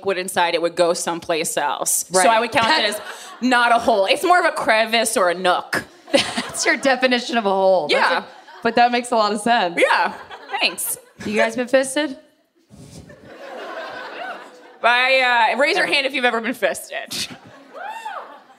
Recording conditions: live audience